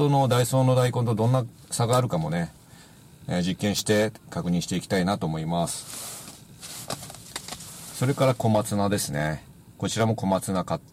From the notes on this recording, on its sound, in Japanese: 風が強く自動車の中での撮影となりました（初です！）。